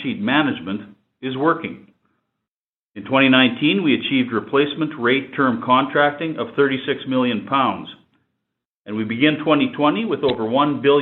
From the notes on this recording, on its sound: This episode features excerpts from Cameco's Feb. Conference call.